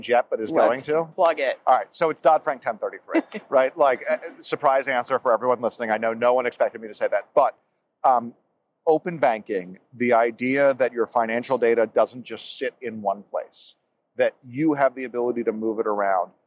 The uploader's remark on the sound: LIVE from Money20/20. It's timely and yet it was recorded last October LIVE at Money20/20.